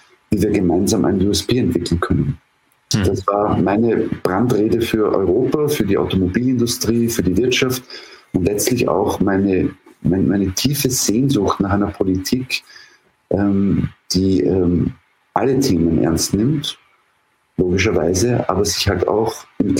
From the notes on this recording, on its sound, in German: Aufgrund eines technischen Problems ist die Klangqualität der Aufnahme leider schlechter als üblich.